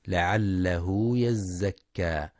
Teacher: وينتبه القارئ لكلمة يزكى حيث يخطئ بعضهم فيقرأ يزكى بزيادة تاء يتزكى، والصواب بالزاي المشددة يزكى. وينتبه القارئ لمد الصلة الصغرى في لعله يزكى، يمد بمقدار حركتين فقط